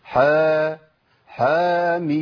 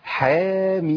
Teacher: ده انا عندي بعديها حرف مرقق للميم، يبقى انا مش شرط يكون بعدها مفخم، مش شرط. اخد بالي ما ضخمش صوت الحاء اذا جه بعديها الف · Shown in: second take